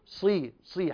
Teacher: هذه الصاد مهما كانت قوية إلا أنها مكسورة، فيبقى إطباقها ويبقى تفخيمها ولكن في أدنى الدرجات، لكنها أصلا هي قوية، فنقول صي صي حتى لو كانت مكسورة إلا أن تفخيمها سيبقى ظاهرا واضحا صراطا.